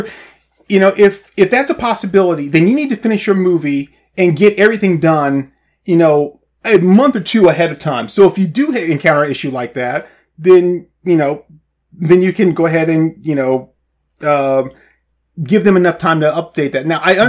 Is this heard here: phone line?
no